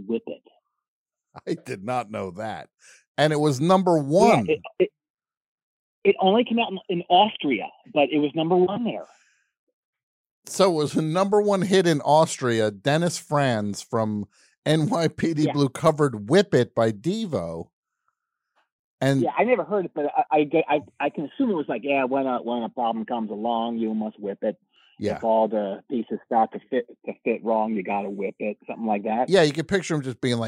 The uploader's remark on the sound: phones ring